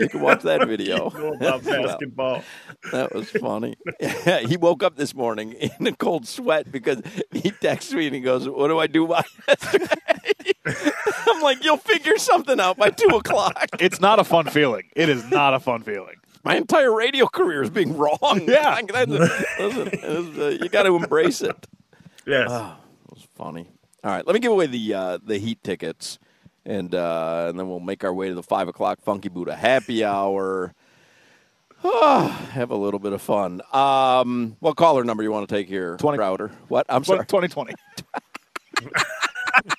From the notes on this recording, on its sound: While live at Hollywood Kia today